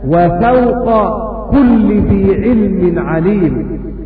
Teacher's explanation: فلا تضغم القاف في الكاف لأن قبلها ساكن · Term: منع الإضغام